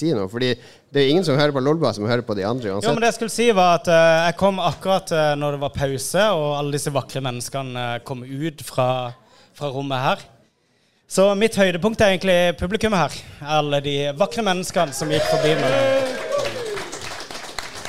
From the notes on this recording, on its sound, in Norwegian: Live fra TILT. For sin første liveopptreden noen sinne.